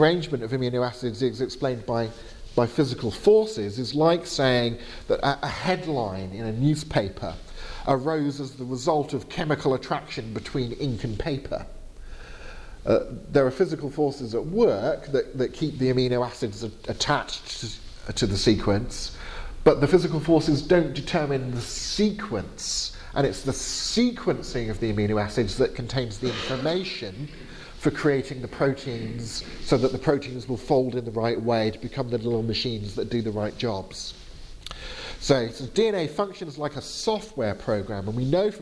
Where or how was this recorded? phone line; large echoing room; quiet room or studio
large echoing room